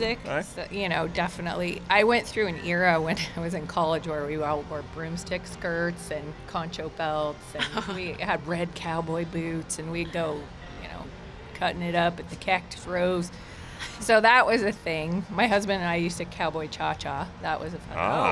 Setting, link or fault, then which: setting, busy venue